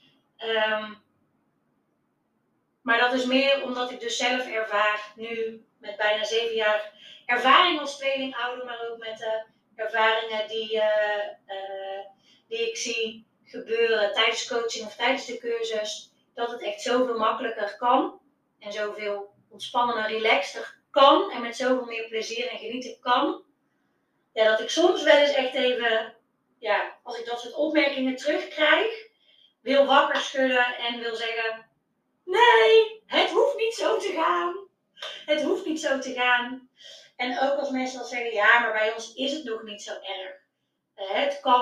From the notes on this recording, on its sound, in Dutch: Deze aflevering is de audio van een Instagram Live video.